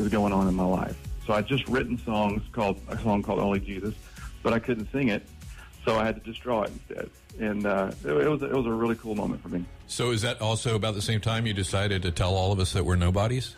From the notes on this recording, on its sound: The Bridge Morning Show. By phone.